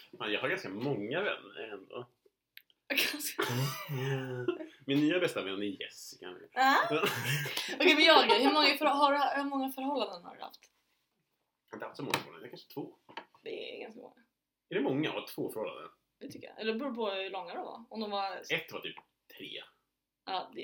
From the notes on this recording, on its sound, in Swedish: Eftersom det är vår första gång vi spelar in något så hoppas vi att ni har förståelse att ljudet inte är 100 %.